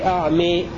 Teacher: أمال لفظ أعمي الموضع الثاني في سورة الإسراء المرموز لهم بكلمة صحبة حمزة والكسائي وشعبة